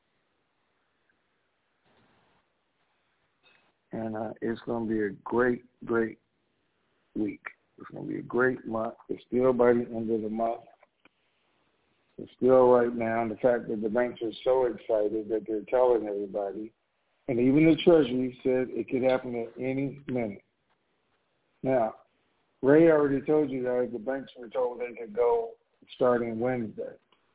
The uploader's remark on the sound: TNTSuperfantastic Conference Call